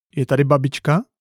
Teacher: They can also show a pattern of low to high intonation with falling intonation at the end